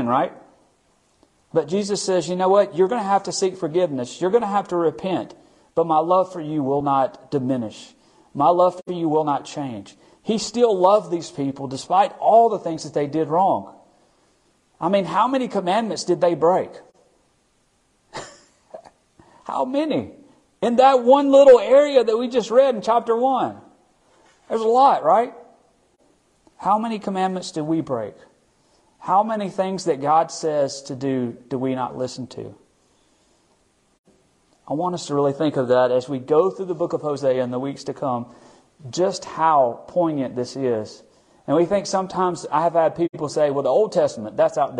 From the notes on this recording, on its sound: Recorded at our Midweek service at Friendship Baptist Church on March 15, 2023.